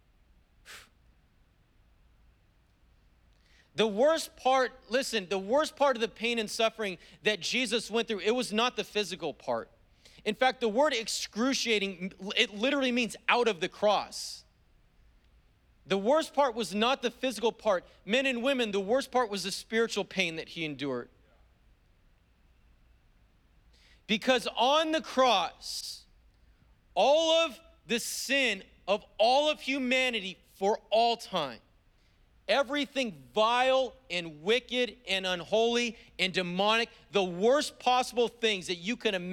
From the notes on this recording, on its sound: was preached on December 12th at the 10AM service